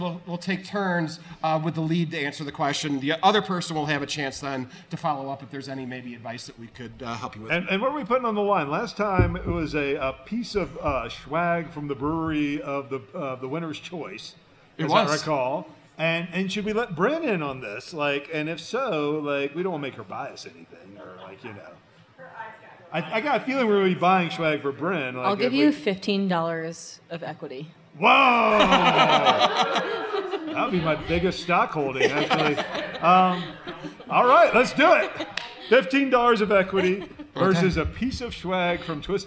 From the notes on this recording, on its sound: We’re still at Twisted Pine. Taking questions on a number of topics from our live audience of Leeds School of Business MBA students.